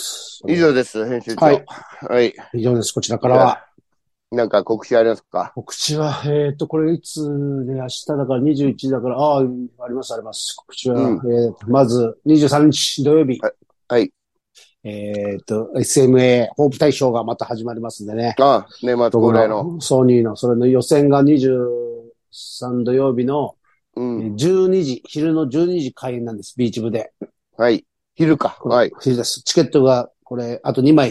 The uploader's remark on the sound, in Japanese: ZOOMで収録